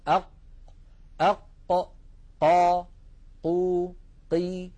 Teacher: حرف القاف يا إخوة يخرج من أقصى منطقة من أقصى اللسان مع ما يحاذيه من الحنك اللحمي الذي رأينا صورته منذ قليل إذا عندما يصطدم أقصى اللسان مع · مع منطقة الحنك اللحمي أق أق قا قو قي هذه المنطقة عندما يقرع أقصى اللسان منطقة الحنك اللحمي يخرج حرف عربي هو حرف القاف